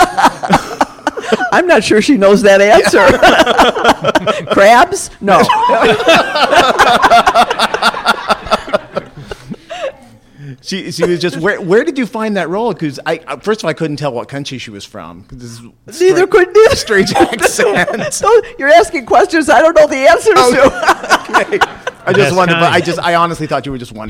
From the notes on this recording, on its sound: LIVE from Midsummer Scream 2019. LIVE from the 2019 Midsummer Scream horror fest in front of a crowd of die-hard fans.